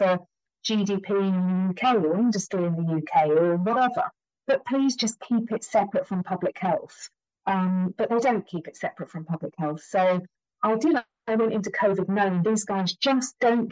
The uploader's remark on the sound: For some reason the sound quality was poor, so I’ve produced a transcript too.